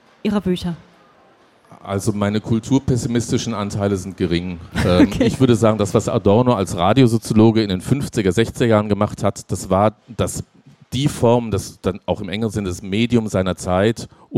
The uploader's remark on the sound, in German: auf der Leipziger Buchmesse